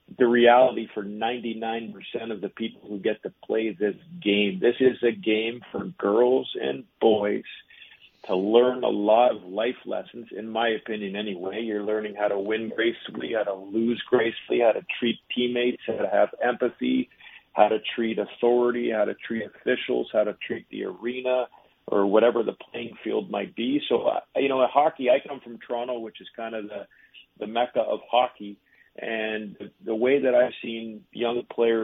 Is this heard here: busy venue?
no